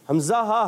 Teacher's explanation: حمزہ ہا حلق کے نیچے والے حصے سے · Term: حروف حلقی